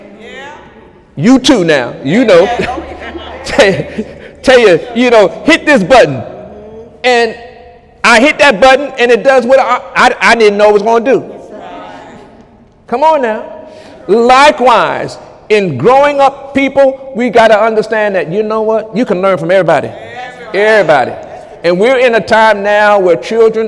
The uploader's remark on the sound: During Sunday morning service on November 26, 2017